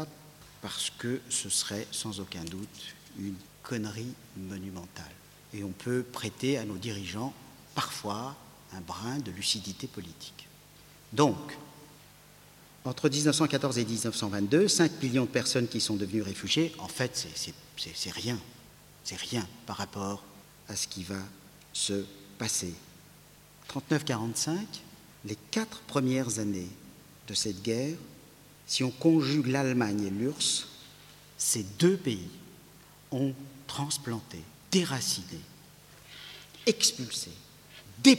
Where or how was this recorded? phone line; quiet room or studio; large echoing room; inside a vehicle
large echoing room